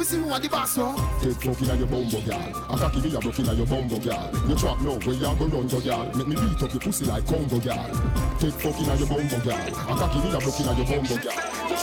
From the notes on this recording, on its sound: Shorter Than Usual Live At Dancehall Brunch in Huckster in Paddington Saturday Afternoon.